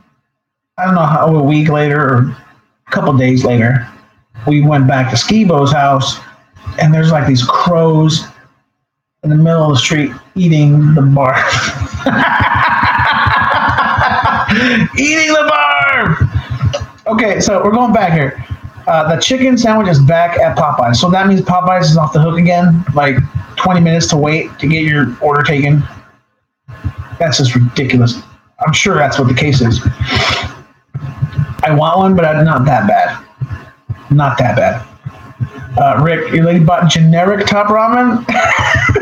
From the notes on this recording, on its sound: This is a trial of the new LIVE software capabilities of the show. Thanks for bearing with me and I promise i will get this audio thing down ASAP!!!